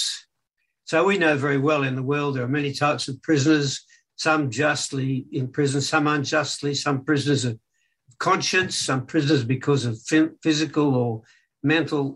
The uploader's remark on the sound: Talk 1 from Wednesday United zoom meeting.